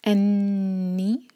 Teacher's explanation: نون پر شدہ، تو یہاں پر غنہ کریں گے، اور نی کرسپ کسرہ کی آواز آئے.